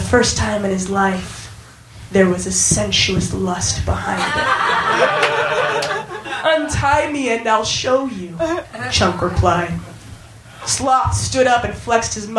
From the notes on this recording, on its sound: Recorded live at Union Hall, Brooklyn.